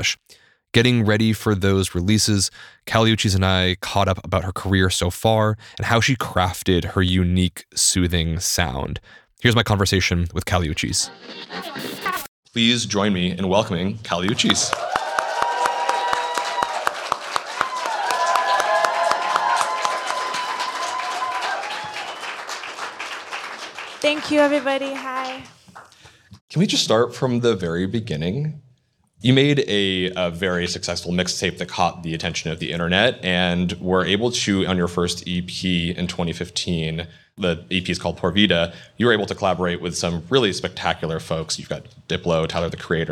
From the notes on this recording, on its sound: Live from Vulture Fest. At this year’s Vulture Fest live in Los Angeles.